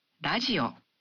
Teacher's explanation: the R in radio is pronounced somewhere between an R and an L sound